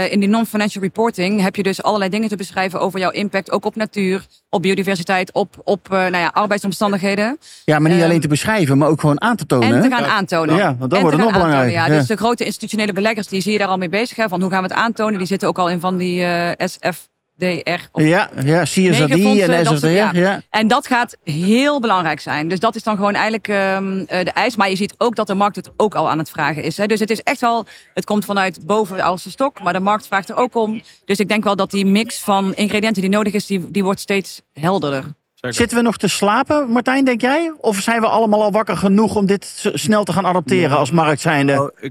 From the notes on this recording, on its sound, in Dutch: Deze podcast is opgenomen tijdens de PROVADA.